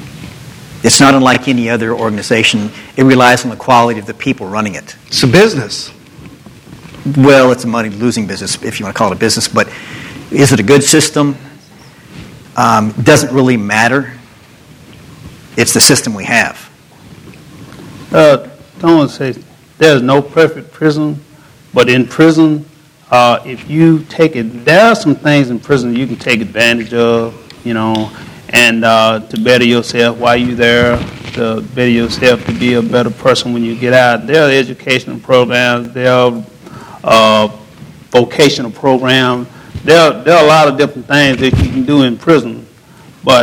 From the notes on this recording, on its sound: panel at The Texas Tribune Festival